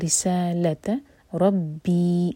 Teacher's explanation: ابلغتکم رسالتا، را کے نیچے کسرا، ری باری، رسا سا دو حرکہ لمبا، لا ایک حرکہ